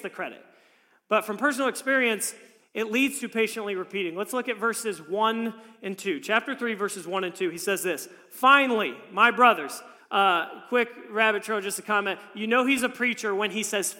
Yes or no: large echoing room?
yes